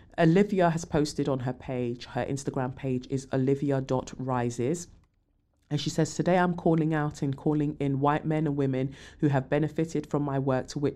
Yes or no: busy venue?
no